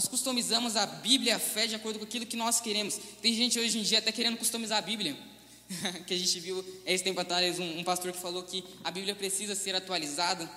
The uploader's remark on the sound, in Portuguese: Mensagem ministrada ao vivo em 07/11/2020. Igreja Presbiteriana Chácara Primavera.